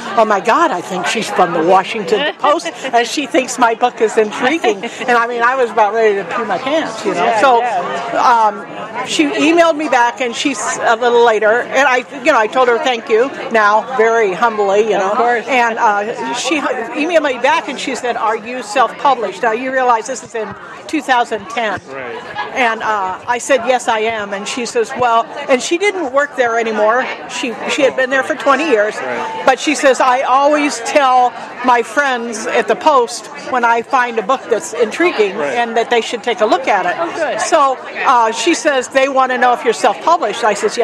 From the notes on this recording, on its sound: Chatting with some Indie Authors at the 2017 Tucson Festival of Books.